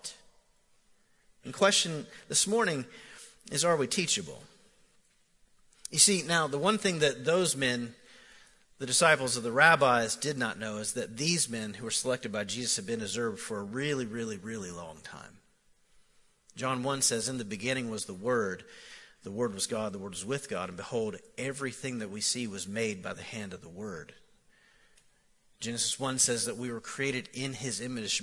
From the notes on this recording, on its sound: Recorded live at The Fellowship at Mt Juliet on May 12, 2019